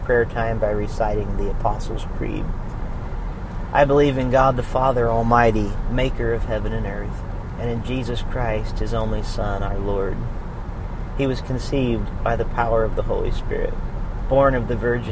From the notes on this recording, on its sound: recorded on the road